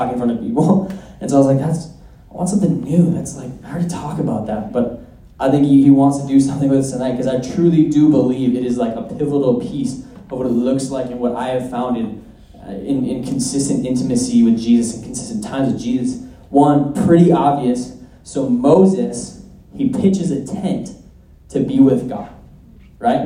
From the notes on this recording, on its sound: at our Sunday night community gathering